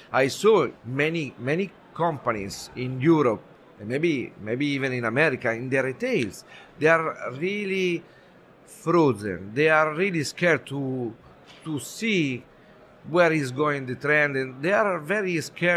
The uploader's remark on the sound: The Daily Coffee Pro Podcast live series from World of Coffee Dubai. Who joined us live as the official podcast partners for World of Coffee Dubai, and recorded podcast episodes from the show floor.